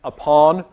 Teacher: Upon has a stress on the second syllable